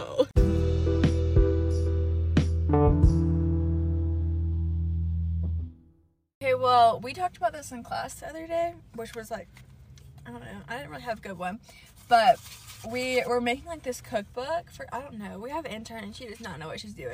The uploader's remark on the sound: In a somehow Live a Sonic Parking Lot.